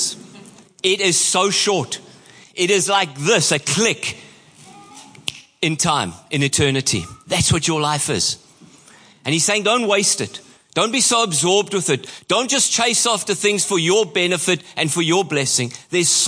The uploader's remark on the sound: Preached at Horsham Downs on 27/08/23.